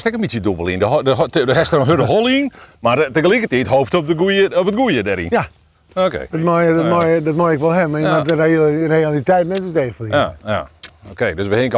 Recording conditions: outdoors